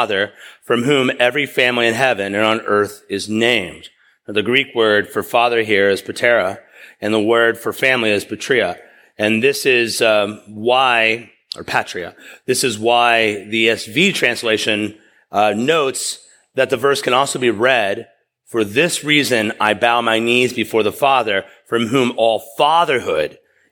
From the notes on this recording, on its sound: preached at East River Church